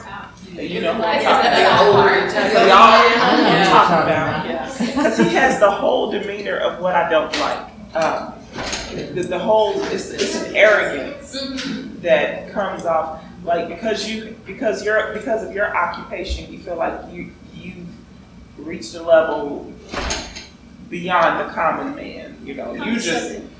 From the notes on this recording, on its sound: Unfortunately we picked up a good bit of room noise during this event. Most everything is audible; however, it doesn't sound as good as usual. The recorder also cut off before the end.